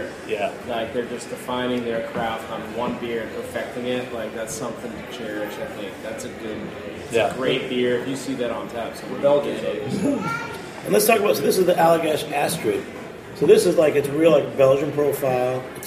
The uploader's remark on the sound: Recorded in March at Threes Brewery